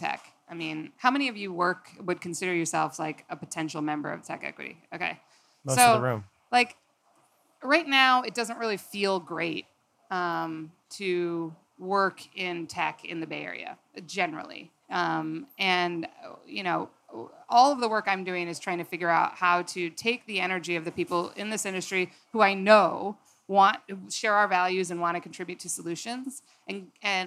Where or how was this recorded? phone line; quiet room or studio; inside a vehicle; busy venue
busy venue